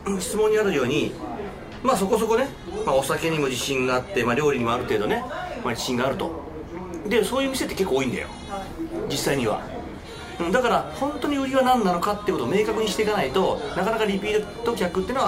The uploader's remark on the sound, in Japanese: リアル居酒屋収録版